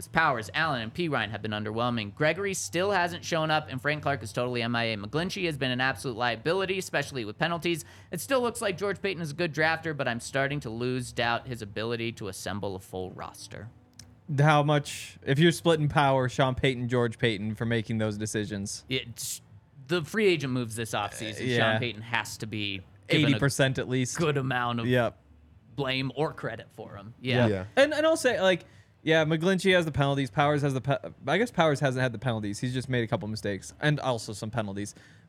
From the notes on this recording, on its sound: coming to you LIVE from the DNVR Bar